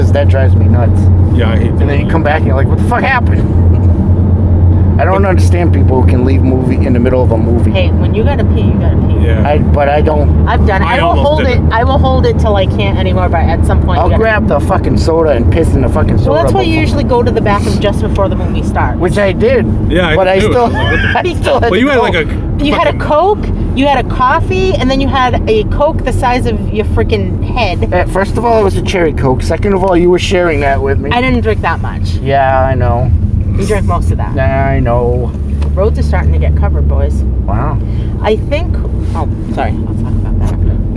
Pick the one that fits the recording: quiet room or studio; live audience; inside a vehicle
inside a vehicle